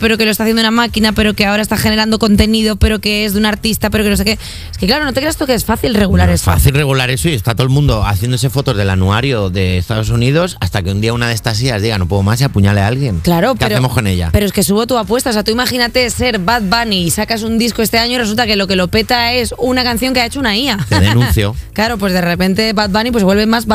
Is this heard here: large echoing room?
no